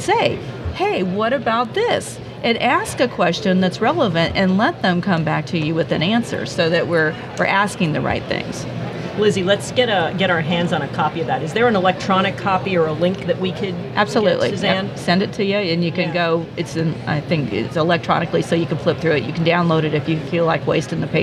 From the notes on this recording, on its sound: at the Gas Machinery Conference